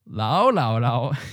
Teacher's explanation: he's using a ninth tone mid-rising on that first Lao